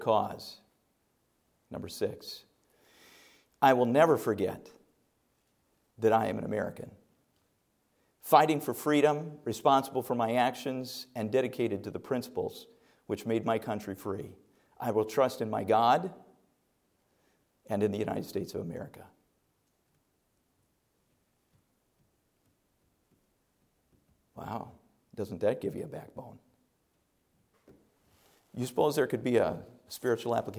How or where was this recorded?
large echoing room